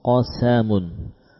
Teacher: Qaf tebal, sin tipis